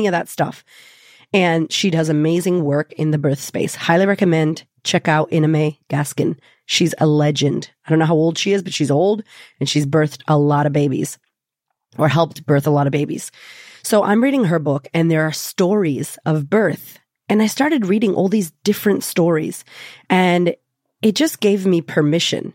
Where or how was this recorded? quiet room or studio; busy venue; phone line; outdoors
quiet room or studio